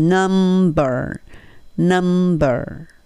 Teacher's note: このん m とその次の b っていうのが同じ口の唇の使い方なんですよね